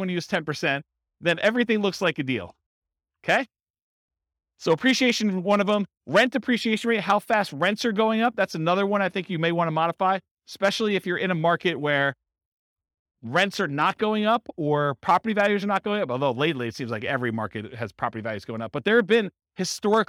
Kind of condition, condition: setting, live audience